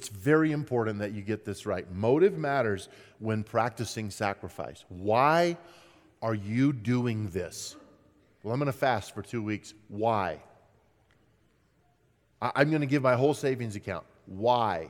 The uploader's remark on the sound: At Timberline Church. Live.